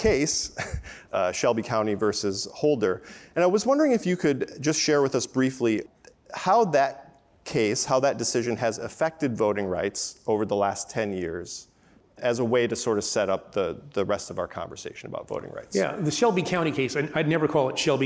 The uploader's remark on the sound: This conversation was recorded on May 6, 2023 at the Crosscut Ideas Festival in Seattle.